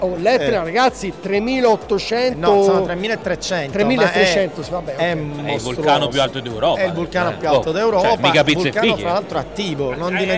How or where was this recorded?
busy venue